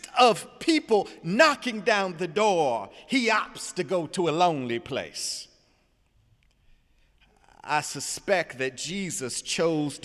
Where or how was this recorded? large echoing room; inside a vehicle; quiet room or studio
large echoing room